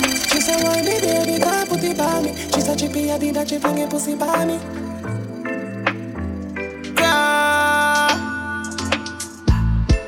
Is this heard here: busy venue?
yes